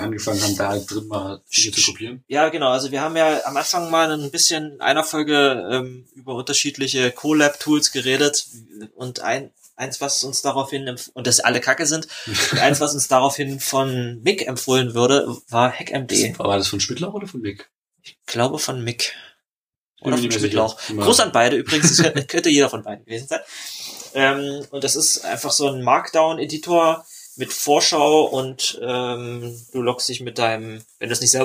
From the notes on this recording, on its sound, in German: Haben uns aus Mangel an Planung doch erstmal wieder mit alter Audiotechnik eingefunden. Sorry für die Qualität, wir werden das hoffentlich irgendwann(tm) mal besser hinbekommen.